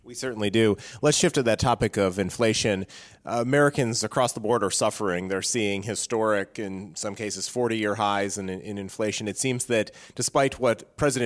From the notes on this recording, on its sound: from The Heritage Foundation’s annual Resource Bank conference